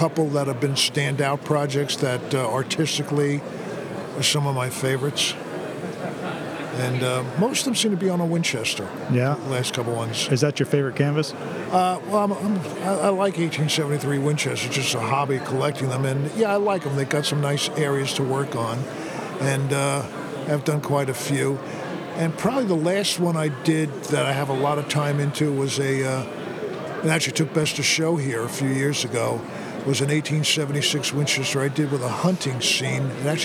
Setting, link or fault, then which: setting, busy venue